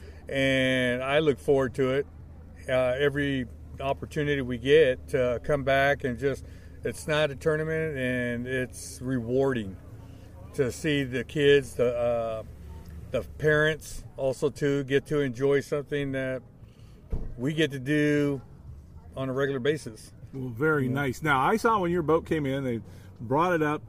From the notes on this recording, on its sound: Live at C.A.S.T for Kids Hagg Lake Gaston Or. We are live at 2022 C.A.S.T for Kids event. It was held at Hagg Lake Gaston Or.